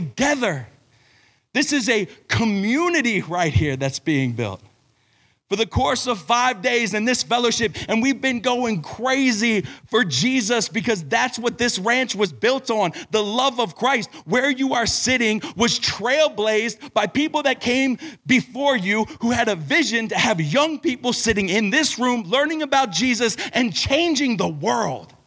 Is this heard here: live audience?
yes